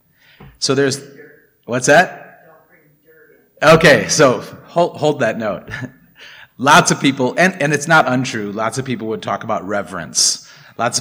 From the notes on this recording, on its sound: This is episode 1149, recorded at the Blue Lotus Buddhist Temple on 2023-04-22. Recorded at the Blue Lotus Buddhist Temple.